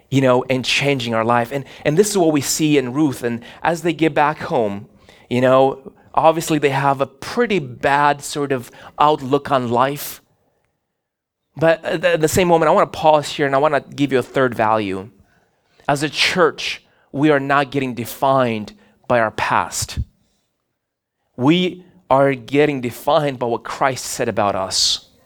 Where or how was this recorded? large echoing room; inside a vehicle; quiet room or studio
large echoing room